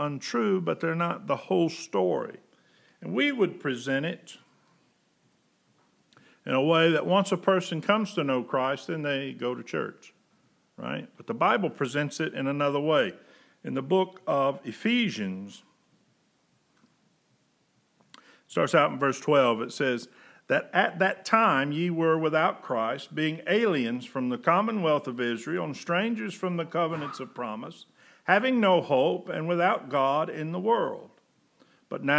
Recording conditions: large echoing room